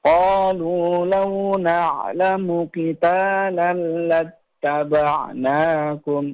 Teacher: Misal pada kalimat baris ketiga dari paling atas yaitu qalu. Nah, qalu, qa itu matobi'i, lu itu juga matobi'i. Maka harus sama panjangnya.